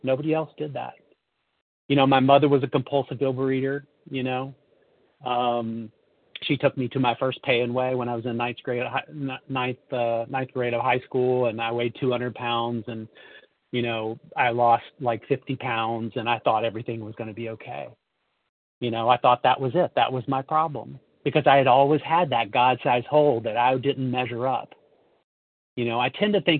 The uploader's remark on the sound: from the 100 Pounders Phone Meeting